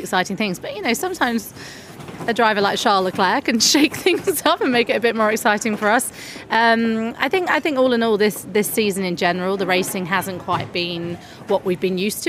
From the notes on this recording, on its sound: Recording this podcast in an airport restaurant. A podcast from Milan airport.